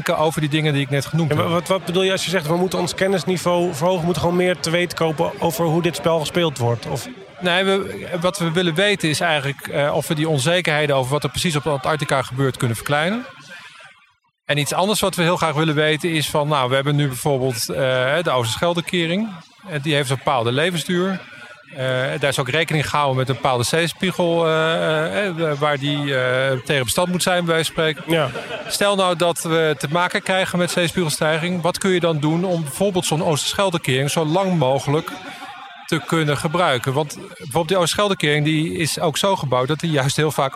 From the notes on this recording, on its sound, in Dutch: Deze podcast is opgenomen tijdens het Deltacongres 2019 in Goes, en gemaakt in opdracht van het Deltaprogramma.